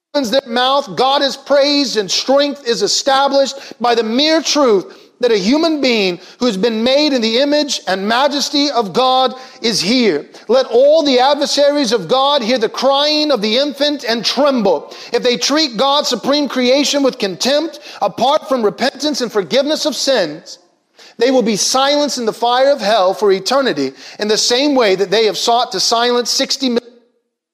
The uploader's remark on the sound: Was preached from Psalm 8 at Covenant Bible Church on Sunday, April 25, 2021.